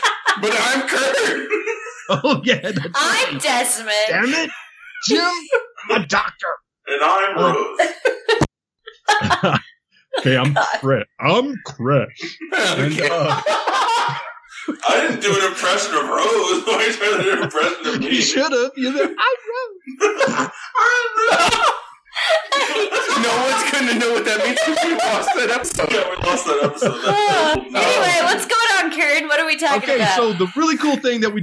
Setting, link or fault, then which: fault, poor sound quality